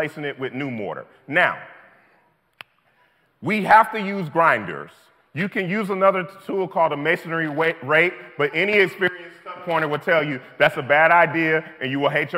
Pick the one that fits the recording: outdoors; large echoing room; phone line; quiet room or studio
large echoing room